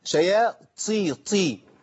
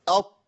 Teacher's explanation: الطاء ما فيهاش نفس، مقطوعه النفس، مكتومه النفس · Shown in: second take